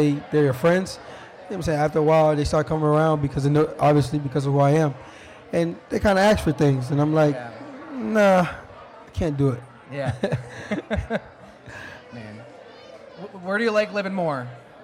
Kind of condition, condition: setting, busy venue